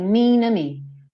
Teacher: ele reduziu tanto, o T, na verdade, né? Que ele sumiu, ele ligou o N do mean no O. Então, ficou assim, mean to me.